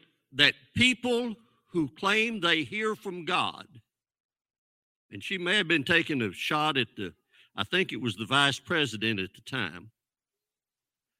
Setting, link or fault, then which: setting, large echoing room